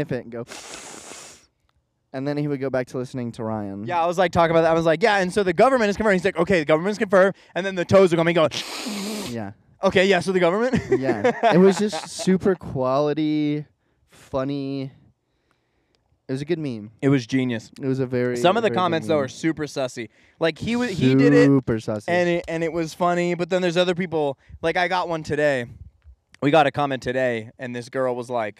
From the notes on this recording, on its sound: Yes, we know the audio is a little punchy… ANYWAY, this week we’re comin at ya live from OUTSIDE the studio considering its exactly 102 degrees.